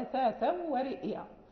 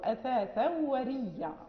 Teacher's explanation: فأدغما الياء في الياء فأصبحت ياء واحدة مشددة · Shown in: second take